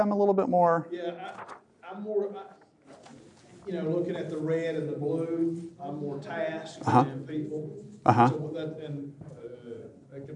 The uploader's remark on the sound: This episode is from Lifeway, recorded at the National Disciple Making Forum.